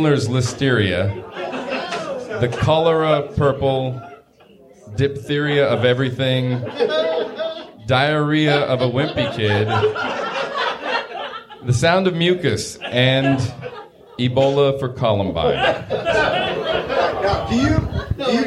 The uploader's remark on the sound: Pun-Off Dinner 2019. Our first ever live audience recording!